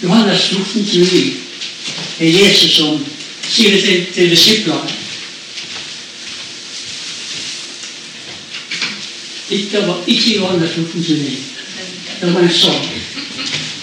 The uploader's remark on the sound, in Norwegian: Beklager dårlig lyd